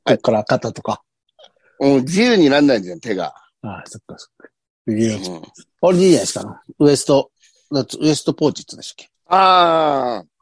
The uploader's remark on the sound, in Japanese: ZOOMで収録。